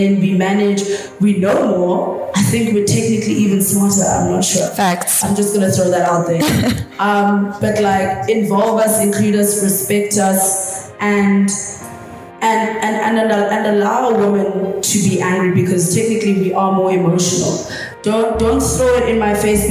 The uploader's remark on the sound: TogetherForTheWin Conference Part 2. The startups that were in the audience got their chance to ask questions. This capsule series of the Hive Network Podcast is from archival audio.